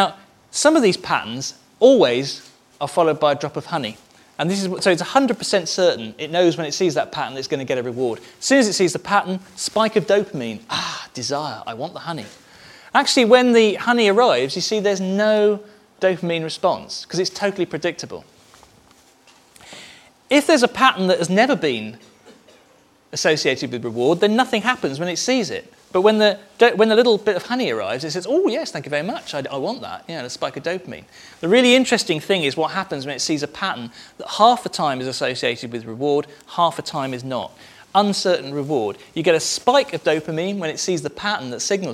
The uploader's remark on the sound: At a conference hosted by University of Cambridge International Examinations